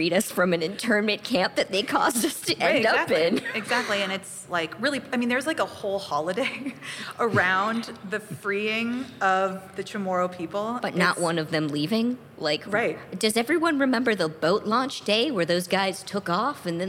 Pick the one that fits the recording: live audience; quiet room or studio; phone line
live audience